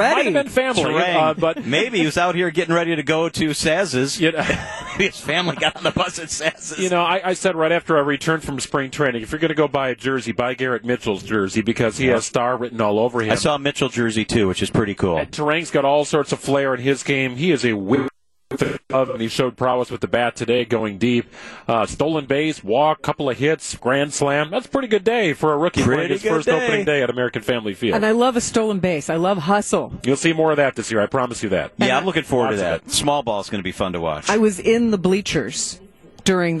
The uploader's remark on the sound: Wisconsin's Afternoon News is live from American Family Field following a blowout Brewers' win 10-0 over the Mets in the home opener!